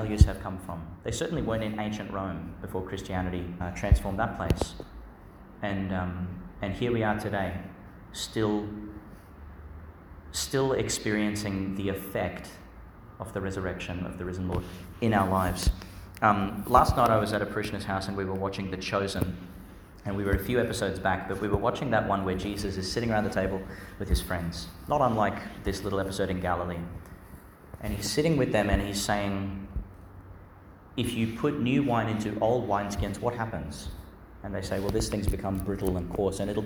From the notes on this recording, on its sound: Homily for Easter Friday in the Octave, delivered in Our Lady Star of the Sea Church, Gladstone, Qld.